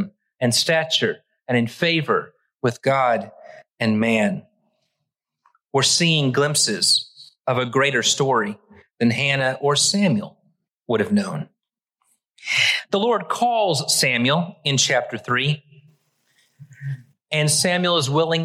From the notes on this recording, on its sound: Originally preached at the West Side Church of Christ (Searcy, AR) on March 5, 2023.